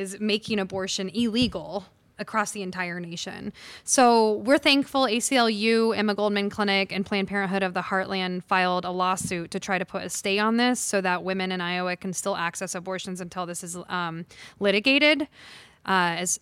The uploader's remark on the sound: Recorded on the stage of the Englert Theatre